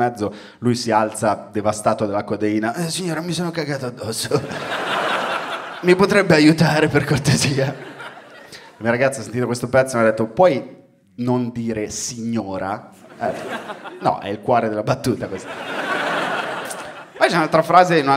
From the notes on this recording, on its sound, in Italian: Registrato a Firenze al Teatro Puccini.